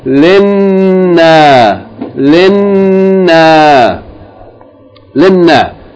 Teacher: we're going to hold the letter with the shadda a little bit, so we're going to pronounce them together, and we're going to hold it, pronounce it as linna, linna, linna.